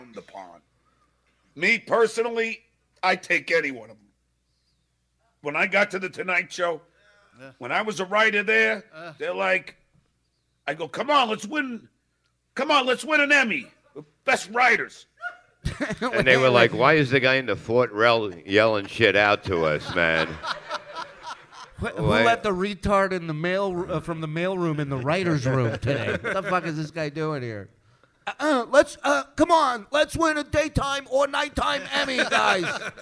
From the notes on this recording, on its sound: The Uncle Rico Show LIVE from DabbleCon!